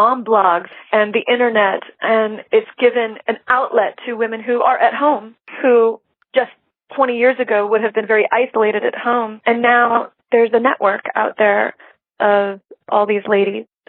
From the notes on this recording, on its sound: This was a telephone interview, or as they say in the biz a phoner.